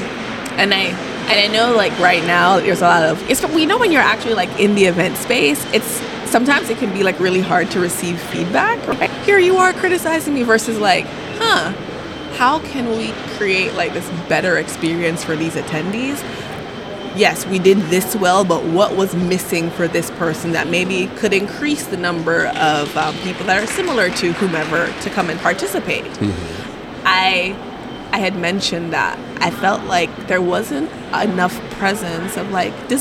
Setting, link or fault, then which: setting, busy venue